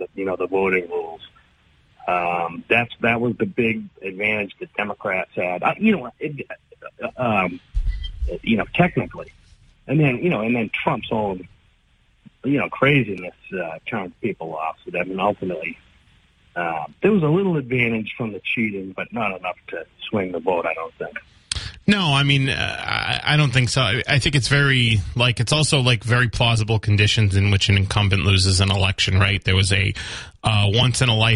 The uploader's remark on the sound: takes calls from the audience